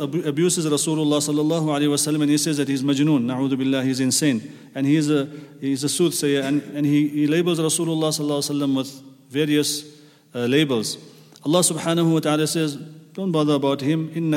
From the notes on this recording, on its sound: at the Houghton Masjid (West Street)